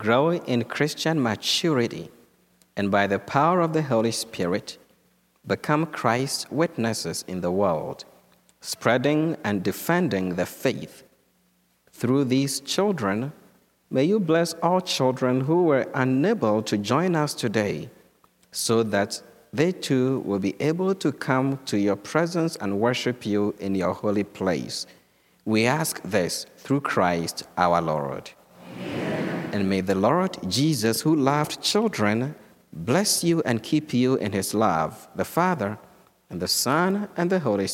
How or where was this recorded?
large echoing room